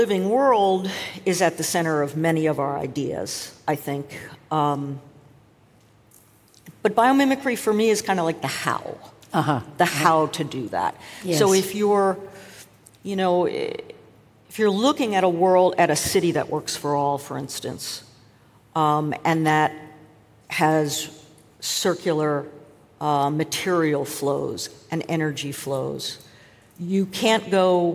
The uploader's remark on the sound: Recorded at Summit 22. This is first in a series of podcast episodes recorded at Summit 22 — the Ellen MacArthur Foundation's flagship annual event — which brought together business leaders, policymakers, innovators, and global changemakers.